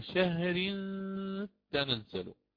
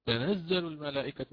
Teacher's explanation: لأن عندي هنا إخفاء من التنوين، ثم آتي بالتاء على تشديدها · Shown in: first take · ولكن مثل ما ذكرت من أول، أعيد، لو أنا بدأت بها أبدأ بالتخفيف: تنزل الملائكة والروح فيها بإذن ربهم.